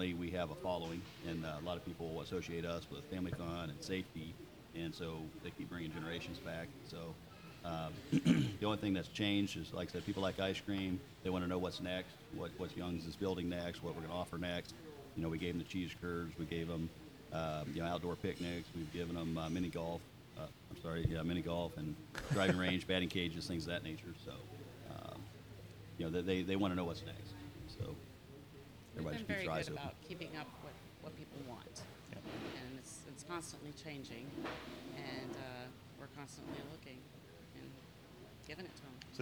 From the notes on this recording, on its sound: This episode was recorded in the new Dairy Store at Young's Jersey Dairy. This episode was recorded in the new Dairy Store at Young's Jersey Dairy.